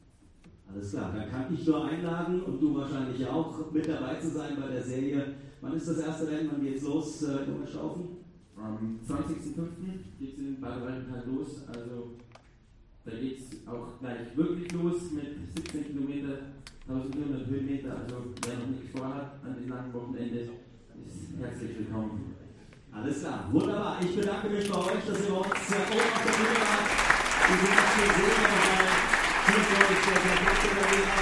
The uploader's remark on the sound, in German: Ein Audiomitschnitt der TRAIL-AWARDS im Feierwerk München. Live-Podcast.